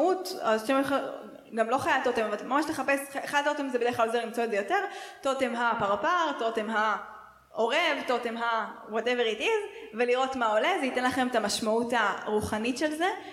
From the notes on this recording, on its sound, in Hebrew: וב1.9 עשינו הקלטת לייב, בבית חנה בתל אביב והקלטנו יחד את פרק השנה.